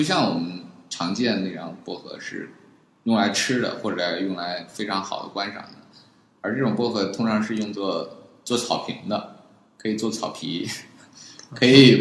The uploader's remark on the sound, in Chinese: 本期节目为新设备第一次录制，回音感较强，还请原谅。